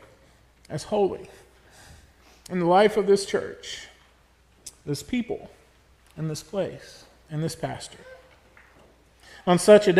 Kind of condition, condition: setting, large echoing room